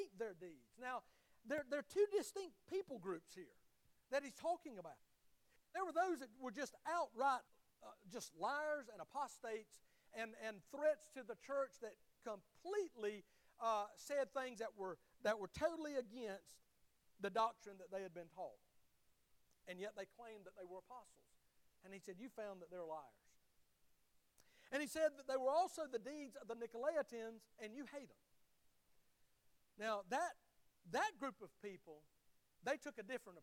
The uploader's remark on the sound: Sermon of the Sunday morning service at Liberty Baptist Church. Liberty Baptist is a wonderful, growing, and encouraging body of believers just outside Tifton in the Harding community.